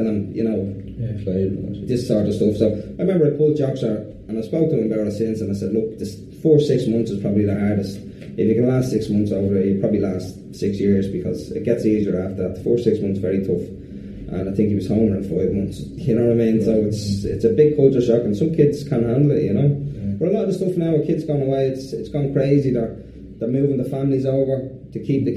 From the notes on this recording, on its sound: Sound quality reflects our earlier recording equipment